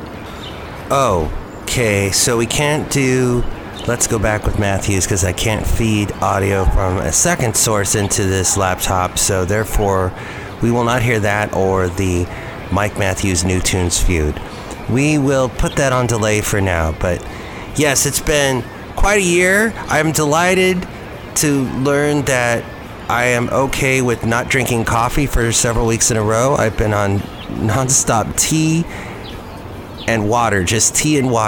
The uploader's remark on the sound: podcast live from Cafe Anyway